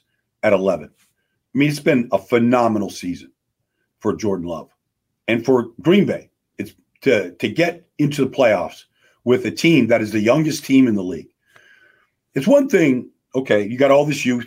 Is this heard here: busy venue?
no